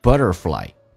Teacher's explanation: 后面的 I 非主重元音，嘴型小，音调平